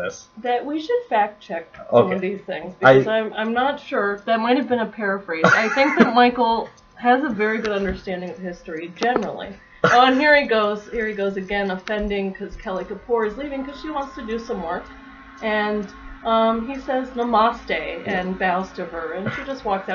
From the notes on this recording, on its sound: This early episode suffers from lower sound quality, as we were just learning about podcasting.